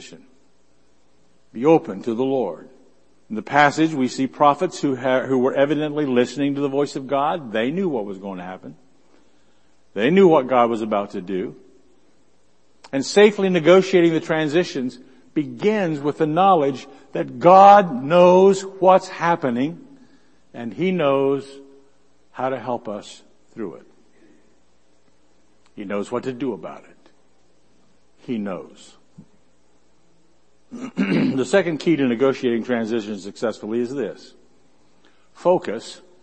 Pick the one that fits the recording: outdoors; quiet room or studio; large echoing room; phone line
large echoing room